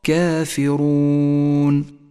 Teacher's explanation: لاحظ الألف المرققة لأنها سبقت بحرف مرقق